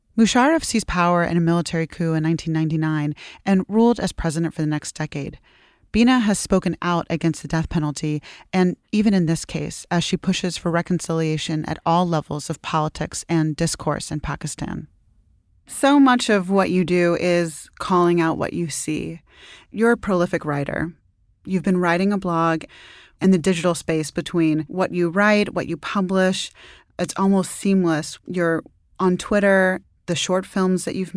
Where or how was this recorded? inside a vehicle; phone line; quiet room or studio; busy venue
quiet room or studio